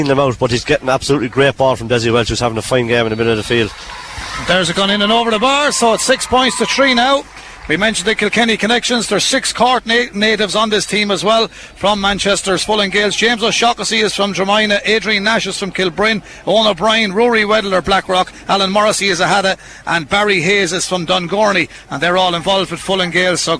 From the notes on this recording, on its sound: As KCLR takes a nostalgic journey back through the archives. Hear the echoes of cheers, the roar of the crowd, and the exhilarating commentary.